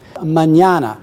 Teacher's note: It begins with a weak syllable, then a strong syllable, then a weak syllable.